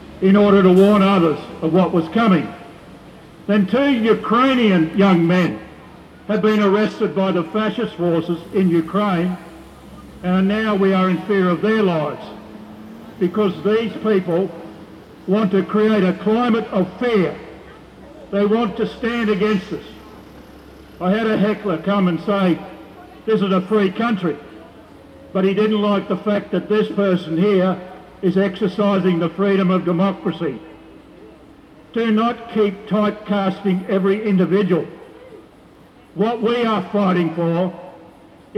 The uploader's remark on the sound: Rally for Peace 18 March 2022 outside the Hilton Hotel organised by JustPeace while Minister for Defence Dutton was speaking to the American Chamber of Commerce at a $2,000 luncheon inside the Hilton Hotel Brisbane.